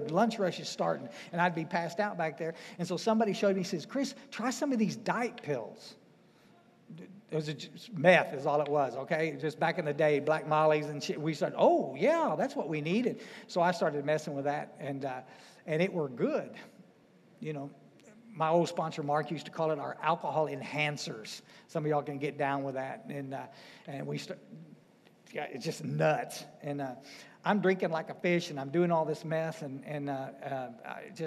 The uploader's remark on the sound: speaking at the DAA State Conference in FL.